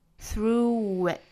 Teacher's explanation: able,中间要连贯起来。Be able to 弱读成 t, be able to get through it.get 尾部 t 省掉 through 和后面的 it 再做一个连读，元音加元音连读